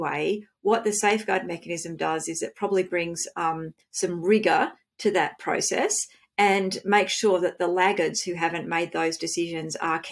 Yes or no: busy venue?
no